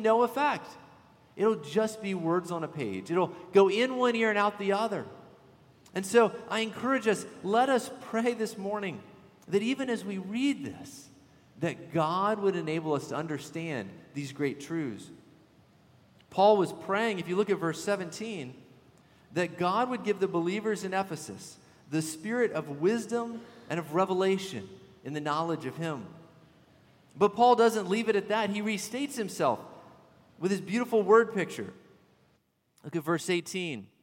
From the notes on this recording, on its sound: At Redeemer Presbyterian Church in Charleston, SC